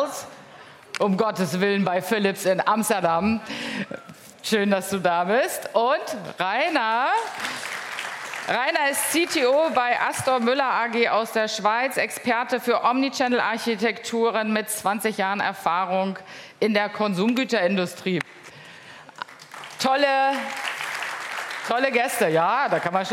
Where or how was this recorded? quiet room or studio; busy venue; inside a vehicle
busy venue